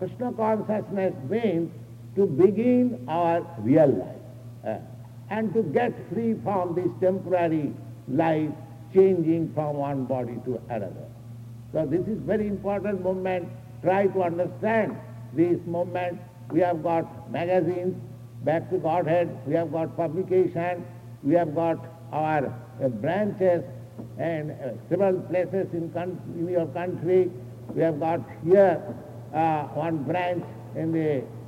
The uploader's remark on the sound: An engagement lecture given at Boston College. Engagement Lecture at Boston College. Boston, MA.